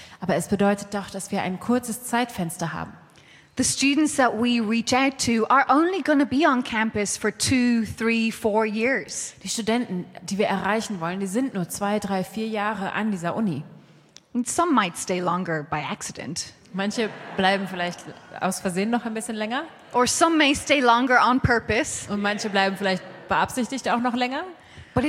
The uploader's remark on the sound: Saturday Evening Session of the 2023 Every Nation Campus Conference hosted by Every Nation Berlin